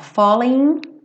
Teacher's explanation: falling, não pronunciei o G